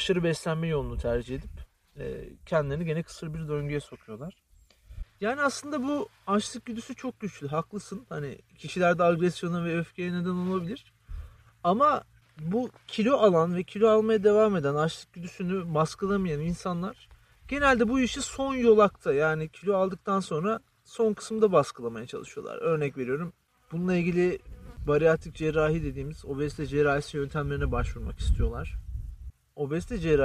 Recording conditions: wind noise